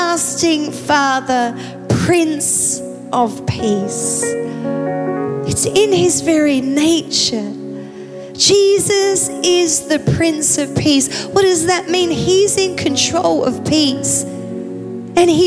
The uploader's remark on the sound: Recorded live at Planetshakers Church (Melbourne)